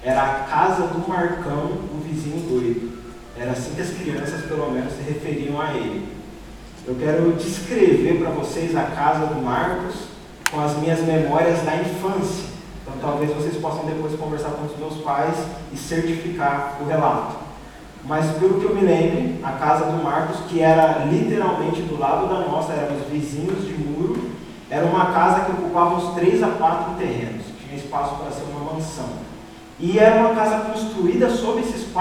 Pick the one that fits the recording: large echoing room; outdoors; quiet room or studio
large echoing room